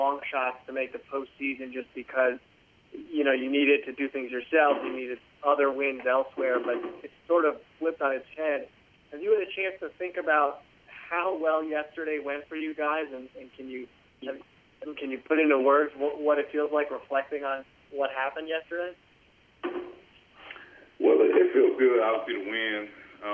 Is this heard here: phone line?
yes